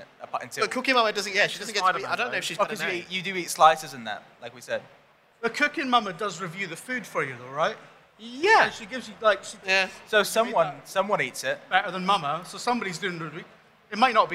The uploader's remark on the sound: We decided to ask it for our first ever live podcast, recorded at EGX London earlier this year, with an open mic for members of the audience to chime in with their suggestions.